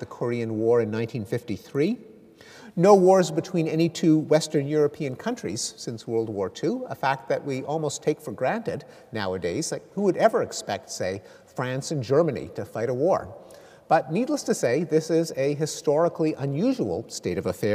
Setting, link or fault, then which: setting, large echoing room